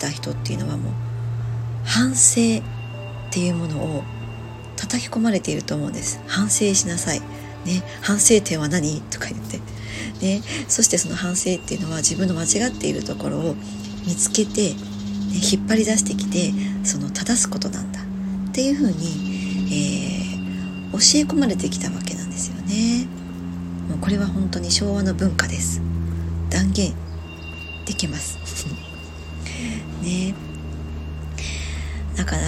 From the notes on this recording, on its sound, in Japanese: 外の音が様々入ってしまっています お聞き苦しい所がありましたらすみません